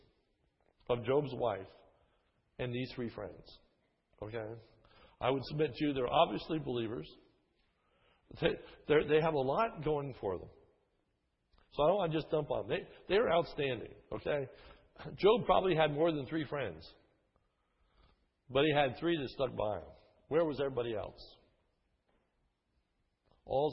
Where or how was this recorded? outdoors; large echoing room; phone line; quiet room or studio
large echoing room